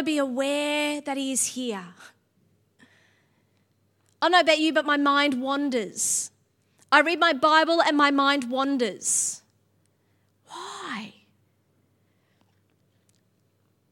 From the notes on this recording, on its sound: Sunday January 22 Echo Church Melbourne